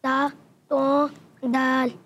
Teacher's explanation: ज़बान का सिरा और ऊपर के दांतों की जड़ से जी ता अदा होता है।